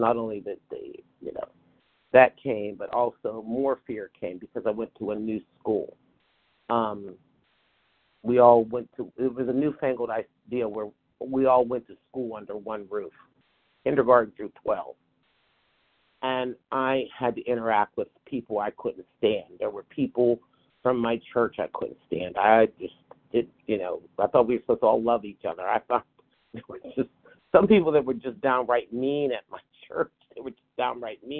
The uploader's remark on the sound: from the 100 Pounders Phone Meeting